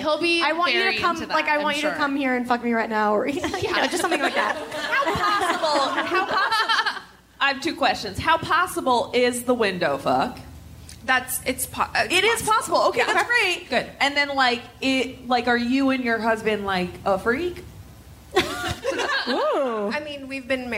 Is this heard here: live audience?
yes